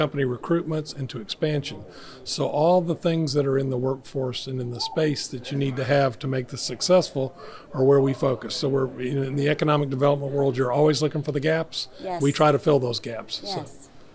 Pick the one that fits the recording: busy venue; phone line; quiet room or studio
busy venue